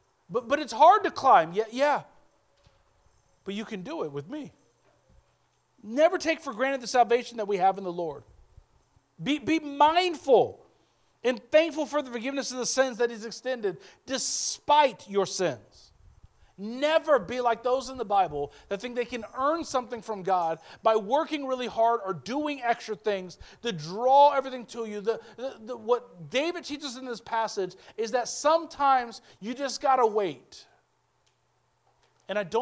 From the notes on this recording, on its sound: speaking at Soma Community Church in Jefferson City, MO